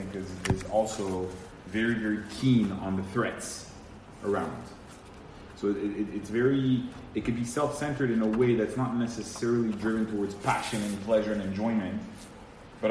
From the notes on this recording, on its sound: Recorded Live at Rohr Chabad NDG on February 21, 2019.